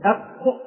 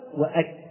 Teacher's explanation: القاف يكون اللسان فيها فوق والكاف أسفل · Term: قاف كاف